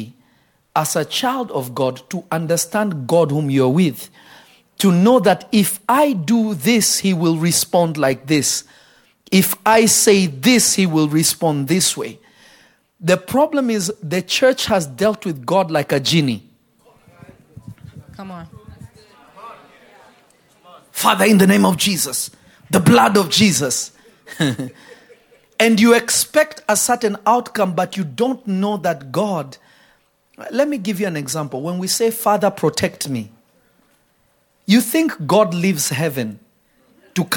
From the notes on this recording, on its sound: This Episode was recorded live on July 28, 2022 at Revelation Church in Simi Valley.